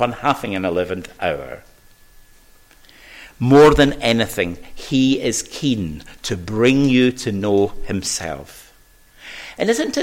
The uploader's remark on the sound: Recorded at North Harris Free Church on the morning of Sunday.